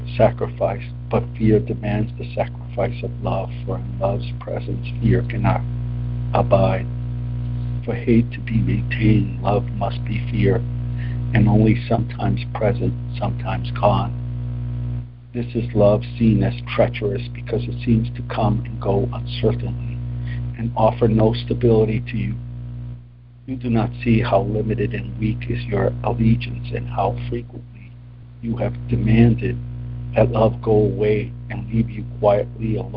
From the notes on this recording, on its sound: ACIM Daily Conference Call.